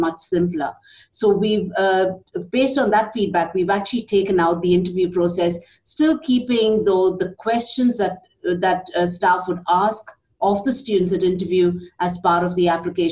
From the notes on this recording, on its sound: Zoom Q&amp;A session. Student and staff representatives sat down for a Zoom Q&A session with our Vice Chancellor.